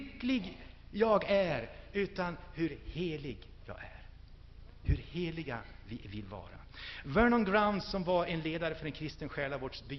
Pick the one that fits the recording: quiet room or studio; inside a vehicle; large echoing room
large echoing room